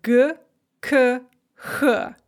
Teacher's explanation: if you say them, you'll feel that they're all made in the same part of your mouth, high and to the back · Term: Russian velars